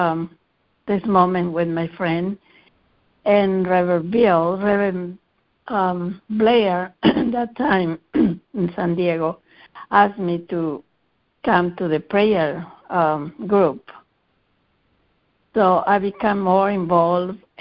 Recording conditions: phone line